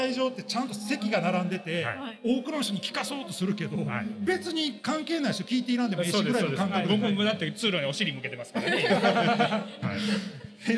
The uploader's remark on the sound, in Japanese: 展示会場で生収録した音源をお楽しみください。展示会ブースにお越しくださったときに声をかけ、突然にも関わらず公開収録に緊急参戦！